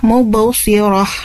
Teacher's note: Mubsirah itu ro-nya tidak panjang ya, mubsirah. Nah, diwakofkan.